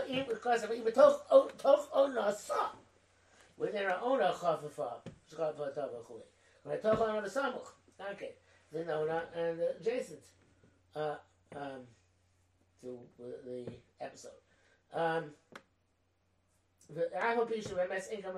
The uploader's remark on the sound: The sound is not great on this recording, because I didn't realize that the microphone had fallen down. I think it's still audible.